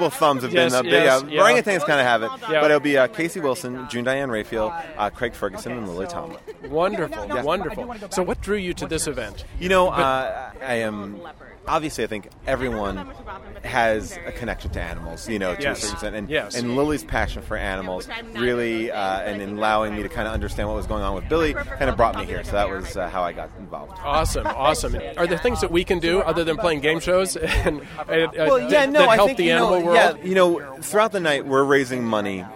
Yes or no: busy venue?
yes